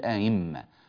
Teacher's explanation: هذه الكلمة تقرأ بالتسهيل ولا تقرأ بالإبدال ياء من طريق الشاطبية أبدا، لا نقول آئمة، لا، وإنما نقول آئمة.